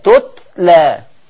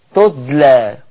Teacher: لما أي واحد ما يهمس التاء تدلى، ممكن تتقلب التاء لدال